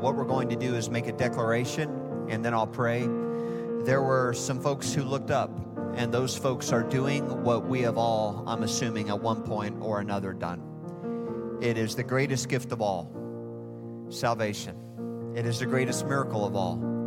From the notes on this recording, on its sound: Recorded live at Hope Church in Springfield, Mo.